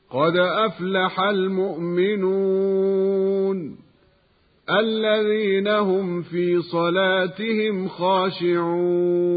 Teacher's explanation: فإذا أردنا القراءة بتوسط المد بمقدار 4 حركات